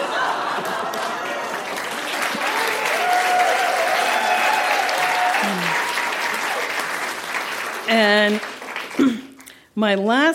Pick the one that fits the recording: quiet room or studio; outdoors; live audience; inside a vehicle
live audience